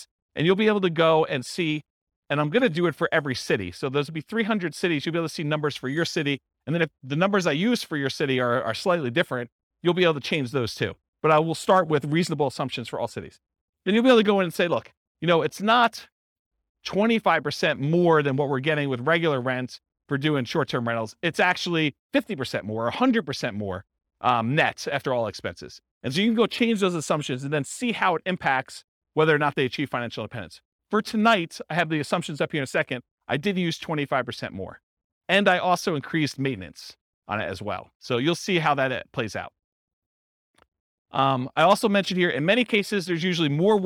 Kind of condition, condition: setting, live audience